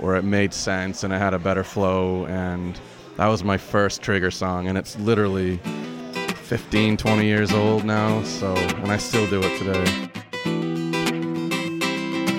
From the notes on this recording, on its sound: live from Mason's brewery in Brewer, ME